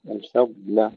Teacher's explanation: ترقيق الفاء واللام وبينهما الضاد مفخمة مع استطالته